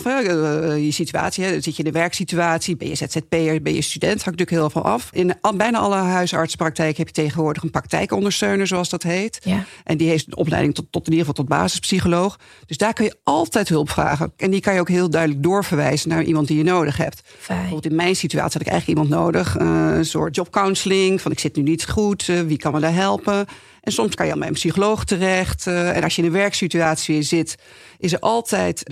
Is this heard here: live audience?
no